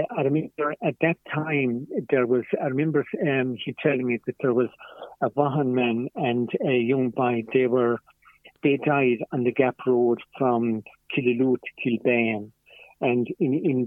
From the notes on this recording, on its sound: joined on the phone by Ogonnelloe correspondent